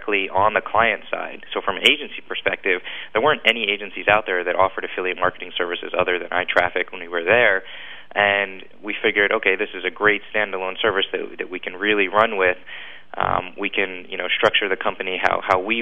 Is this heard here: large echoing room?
no